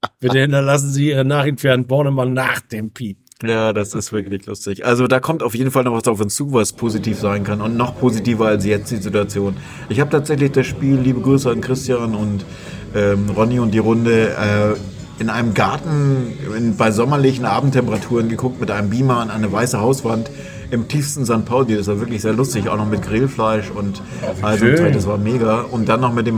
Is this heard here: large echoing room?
no